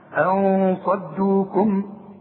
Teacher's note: خد بالك من الصاد ده بدون تشديد، مش مشددة زي الإدغام · Term: الإخفاء